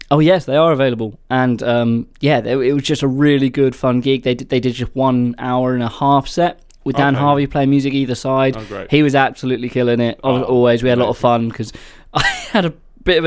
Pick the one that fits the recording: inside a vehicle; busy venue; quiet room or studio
quiet room or studio